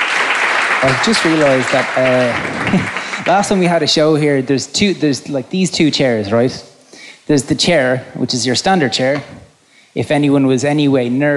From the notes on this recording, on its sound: Recorded in front of an audience in London's 100 Club.